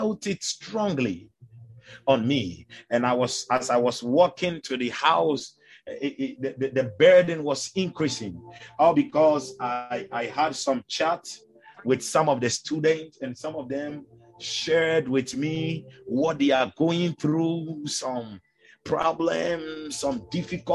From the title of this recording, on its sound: Zoom meeting